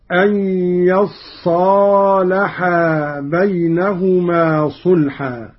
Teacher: قرأ قالون بفتح الياء وتشديد الصاد بعدها ألف هكذا: أن يصالحا بينهما صلحا.